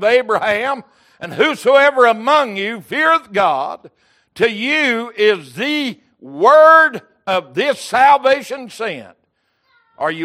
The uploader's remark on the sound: Recorded January 8, 2023 - Sunday Evening Service